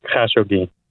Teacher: there's an emphasis on like the first syllable. So it's not Khashoggi, it's Khashoggi.